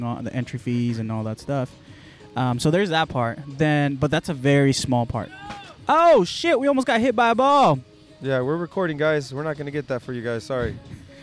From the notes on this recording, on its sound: Recorded Live from The Footy Festival 2.0.